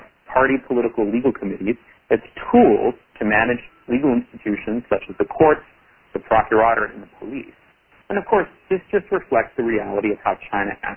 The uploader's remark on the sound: On-the-record teleconference. A question and answer session followed the speakers' remarks.